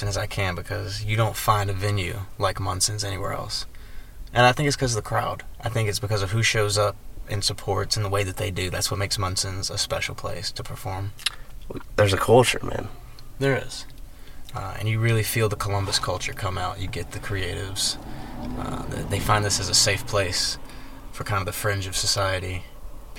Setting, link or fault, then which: setting, inside a vehicle